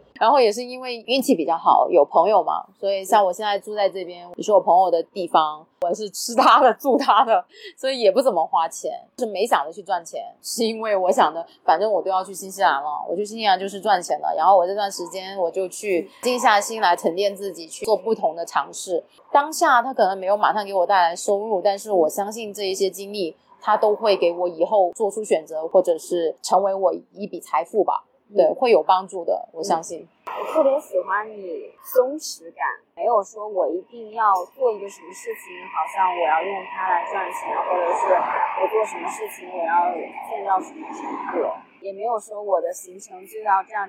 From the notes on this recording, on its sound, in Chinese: 本期节目于户外录制，更推荐你在安静的环境下收听